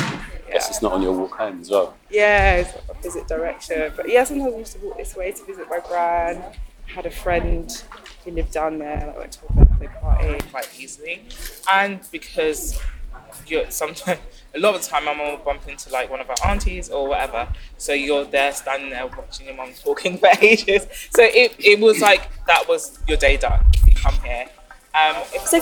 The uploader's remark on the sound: Members of Neighbourhood Theatre Company have curated this audio exploration of the market interviewing locals over the course of a weekend.